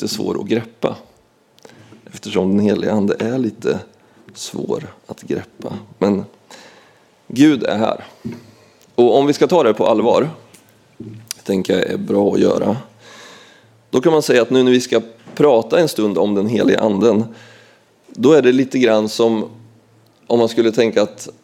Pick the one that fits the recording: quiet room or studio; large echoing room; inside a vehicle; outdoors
large echoing room